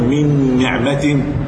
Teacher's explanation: التنوين والنون دخلا صفه ومخرجا، الحرف راح خالص، النون والتنوين دخلوا في النون. · نون من دخلت في نون نعمه كلها بصفاتها هي بغنتها · Term: ادغام بغنه كامل